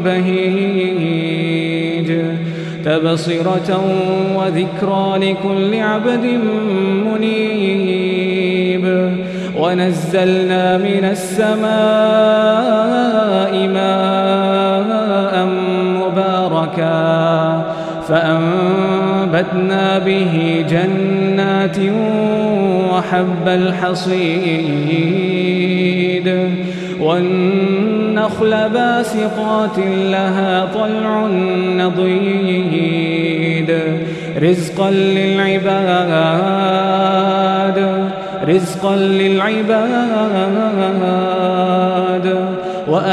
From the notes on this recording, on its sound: Taraweeh 2019-1440 | Masjid Safia Kanoo | kingdom of Bahrain